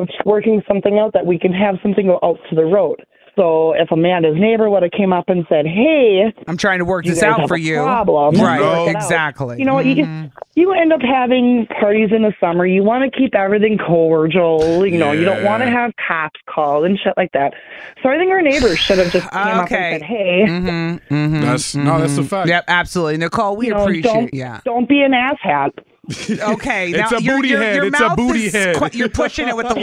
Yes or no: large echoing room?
no